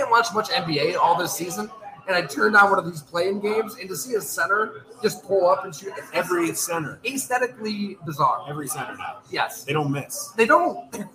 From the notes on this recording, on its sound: We engage in a hearty debate live at Fattey Beer's Orchard Park location.